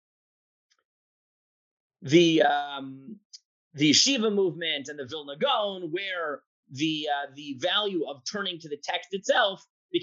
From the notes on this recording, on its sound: This audio was originally captured from Zoom